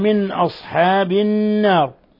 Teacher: من أصحاب، نون ساكنة جاء بعدها الهمزة، الحكم التجويدي إظهار حلقي